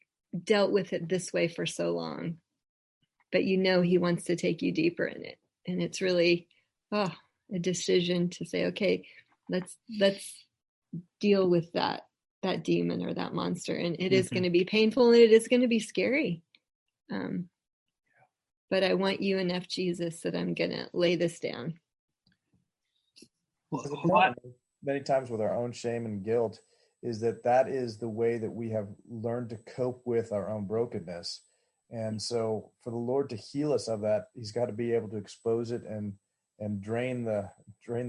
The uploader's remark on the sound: Believers Church’s ZOOM Q&A.